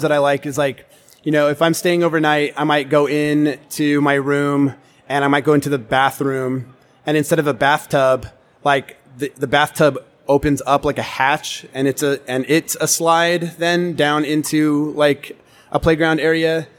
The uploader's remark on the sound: This episode was recorded live in front of a studio audience at Las Vegas Convention Center during ICSC RECon 2019.